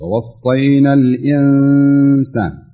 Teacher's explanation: تحاول تغنها شوي، تعطيها شوية تغنى عشان يبين الحكم الإخفاء فيها